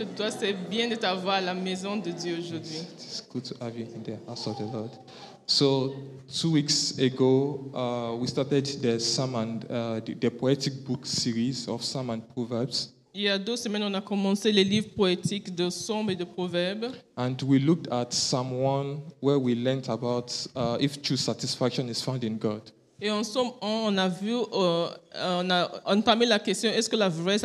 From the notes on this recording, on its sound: Preached during Joyful Hour Sunday Service.